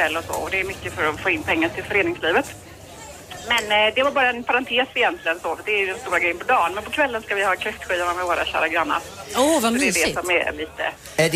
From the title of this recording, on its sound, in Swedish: Live från Liseberg